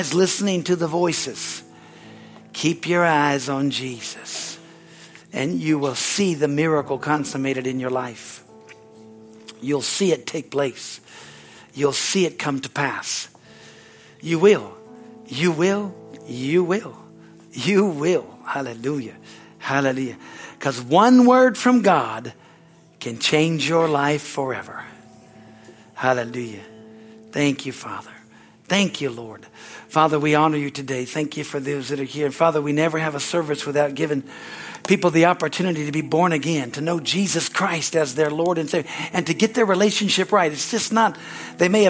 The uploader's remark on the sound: is from the Sunday serivce on April 16, 2023 at Harvest Bible Church in Stockton, CA.